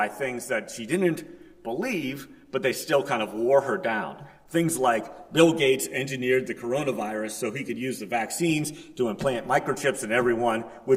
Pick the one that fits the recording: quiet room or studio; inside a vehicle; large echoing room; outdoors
large echoing room